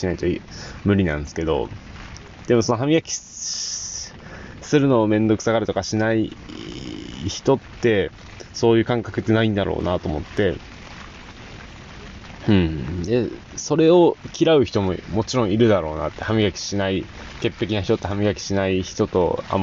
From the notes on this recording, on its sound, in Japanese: ふもとっぱらキャンプ場。未曾有の豪雨の中の収録。